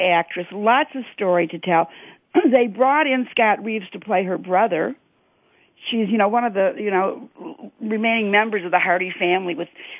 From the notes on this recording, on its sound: Soap Central Live is opening the phone lines to fans.